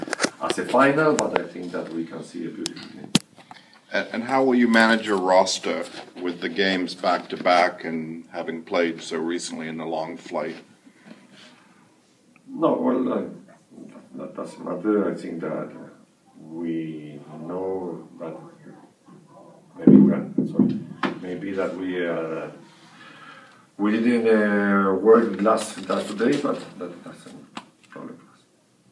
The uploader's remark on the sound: Press conference at BMO Field. Spoke with reporters before their friendly against Toronto FC of MLS at BMO Field.